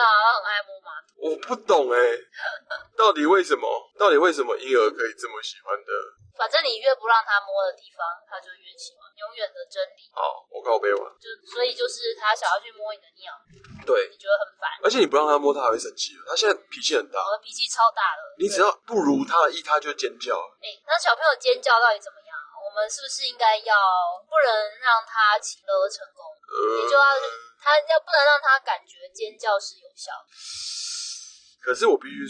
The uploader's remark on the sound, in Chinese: 本集為車上錄音，音質有點糞